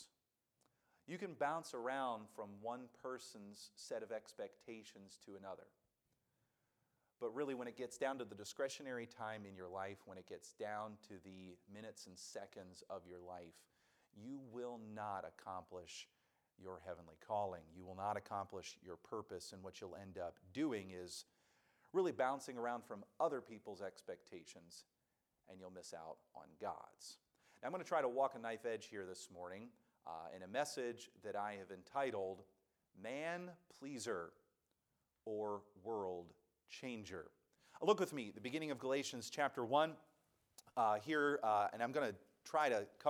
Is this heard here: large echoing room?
yes